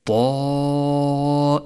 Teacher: والتفخيم هنا تفخيم من أعلى مراتب التفخيم، فقد اجتمع حرف استعلاء مفتوح وبعده حرف الألف